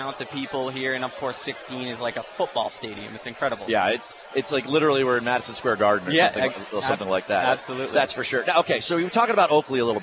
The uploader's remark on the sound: Performs the Show live from the 16th hole at the Waste Management People's Open. This PGA Tour event is known for its immense crowds and great golf action.